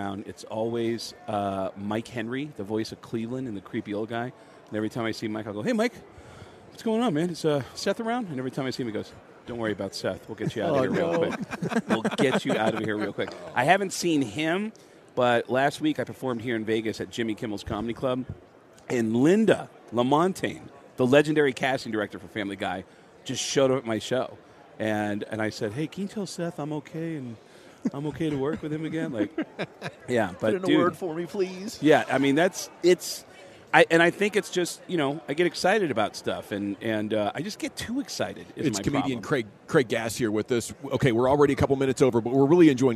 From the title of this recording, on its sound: live from Super Bowl Radio Row